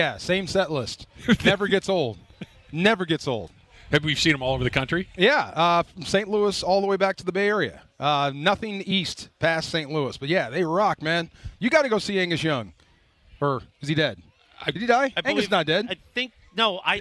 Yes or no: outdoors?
yes